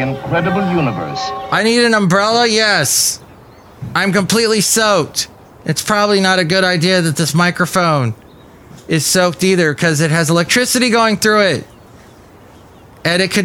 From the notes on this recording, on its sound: podcasts live from Café Anyway